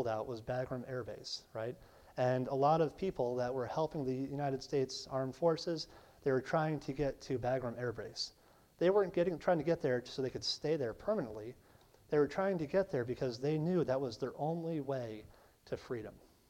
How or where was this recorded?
large echoing room